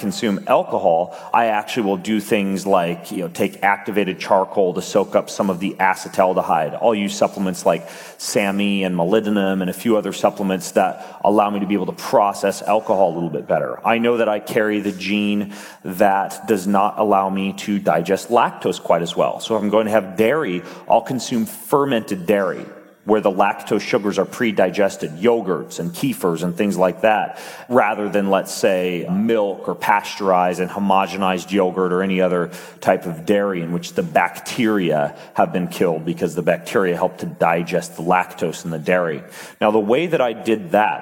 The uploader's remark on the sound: on stage at Mindvalley University Tallinn